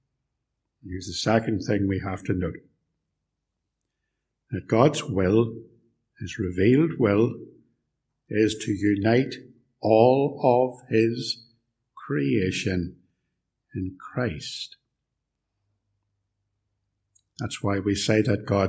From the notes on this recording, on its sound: Sermon preached at Ballymacashon and Templepatrick Reformed Church. Recorded at TRC and used by kind permission.